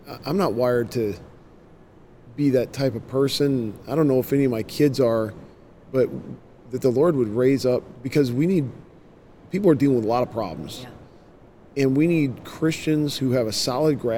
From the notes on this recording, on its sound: LIVE from CPE 2022!